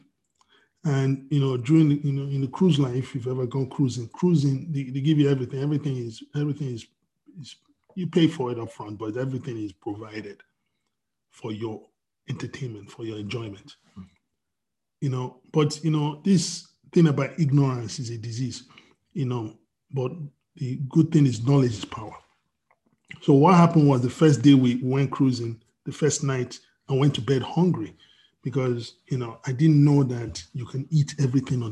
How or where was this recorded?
video call